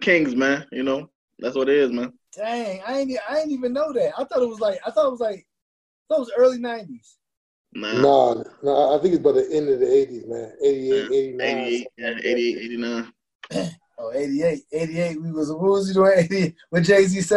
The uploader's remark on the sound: On Zoom call.